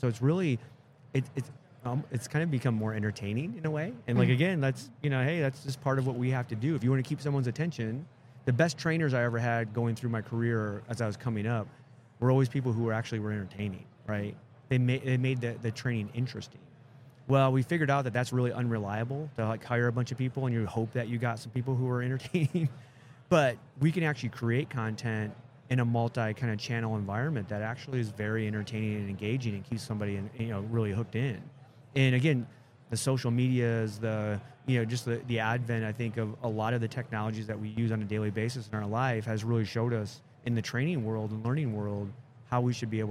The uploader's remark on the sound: Live at the HR Tech 2022 conference